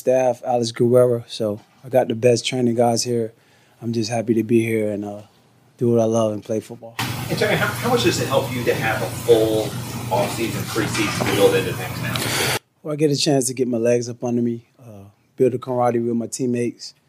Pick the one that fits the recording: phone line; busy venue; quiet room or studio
busy venue